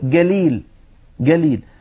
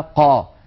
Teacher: وبعض القبائل الأخرى العربية تجعل نفس الصوت جا مقابل القاف، يعني لما نقول جليل جليل بعض الناس يظنونها بمعنى قليل · Term: الجيم القاهرية